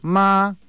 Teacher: con ese tono así elevado, como un tono agudo y sostenido